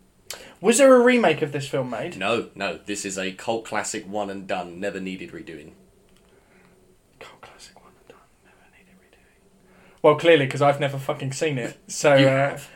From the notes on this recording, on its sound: This was recorded on a dark Tuesday evening, on a 15 year old USB Microphone.